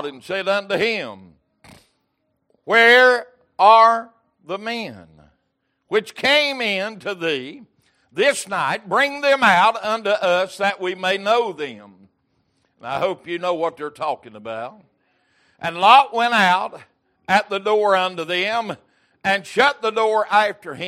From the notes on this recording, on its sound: Recorded January 15, 2023 - Sunday Evening Service